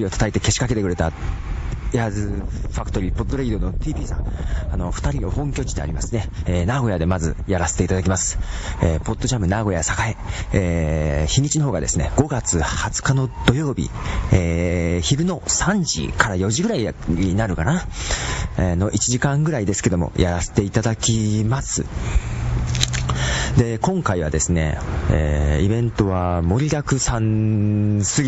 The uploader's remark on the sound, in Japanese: 図書館に本を返しにいきながらの収録。風切り音が多すぎで申し訳ない。